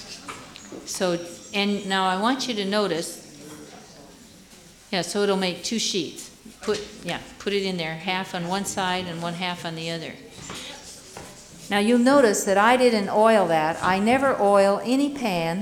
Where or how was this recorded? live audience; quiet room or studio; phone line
live audience